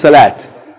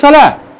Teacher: if you stop on that word or pause in your speech, then you pronounce it like H. · Shown in: second take · But if you keep reading, then you pronounce it like T.